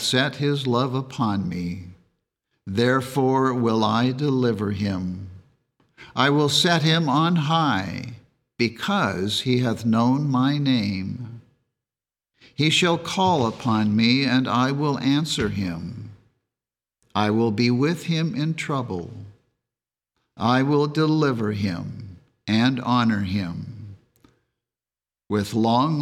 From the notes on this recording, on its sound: The Sunday service audio